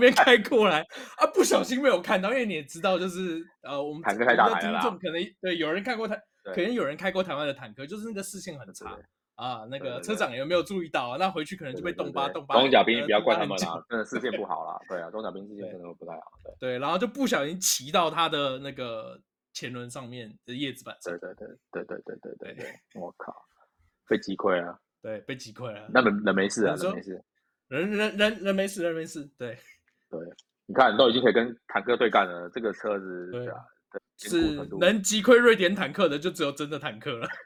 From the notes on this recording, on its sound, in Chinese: 日本發言人外出取材中～(本集錄音時間為十二月初)。測試新錄音軟體中，音質如不佳，敬請見諒。